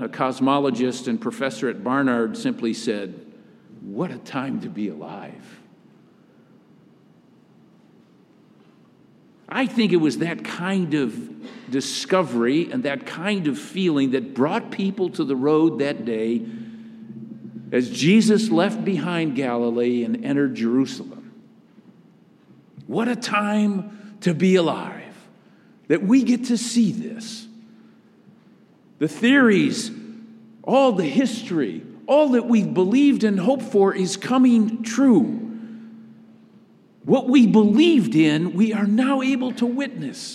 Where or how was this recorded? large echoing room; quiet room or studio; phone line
large echoing room